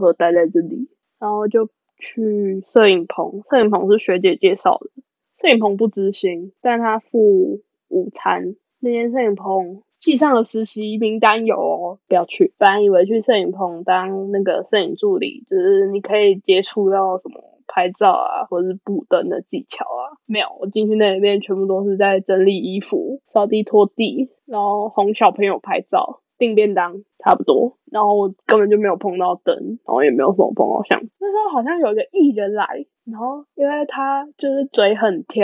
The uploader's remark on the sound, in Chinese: 大家有注意到我們的音質很爛嗎，因為我們救學分不救窮，學分要緊沒錢買麥克風啦！